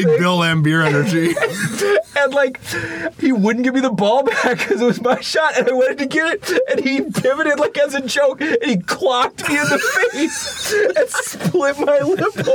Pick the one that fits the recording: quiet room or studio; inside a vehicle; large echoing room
inside a vehicle